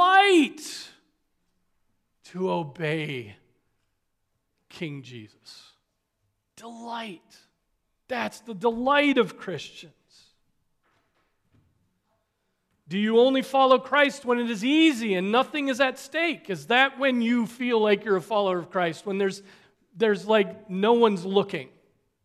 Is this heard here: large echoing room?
yes